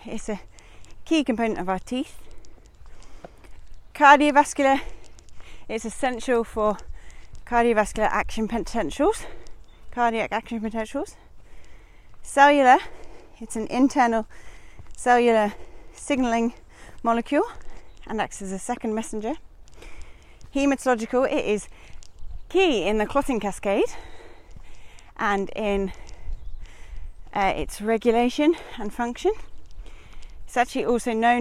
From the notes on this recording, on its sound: Recorded whilst out on a walk. Hope you enjoy the birds!